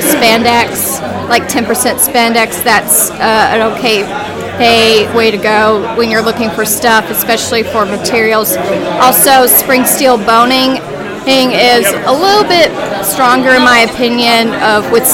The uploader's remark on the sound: Live From Hypericon. Sites and sounds of Hypericon 12.